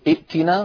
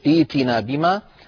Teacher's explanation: أيضا يا صالح ائتنا بما تعدنا، عند البدء بها تصير ائتنا ثم نحول الهمزة الساكنة إلى ياء · Shown in: second take